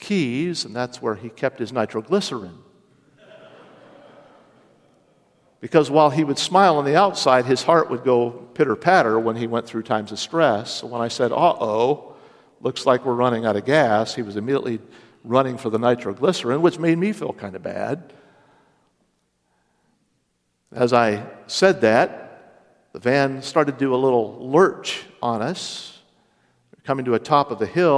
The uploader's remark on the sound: Originally preached Sunday morning March 12, 2023.